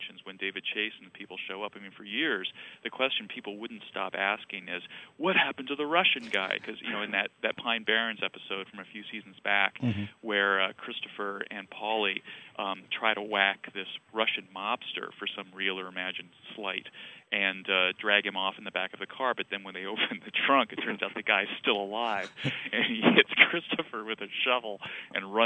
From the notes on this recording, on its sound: I talked by phone